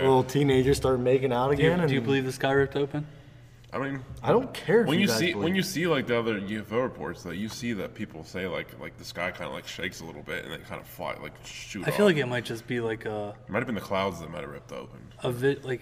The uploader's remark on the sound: go live from center stage of the gym, on the Reverse Hyper Machine!